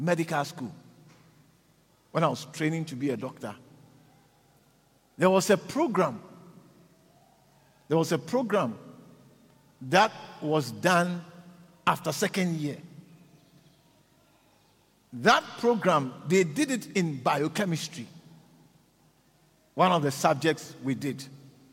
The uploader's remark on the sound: preached at the Living Waters Cathedral in Randburg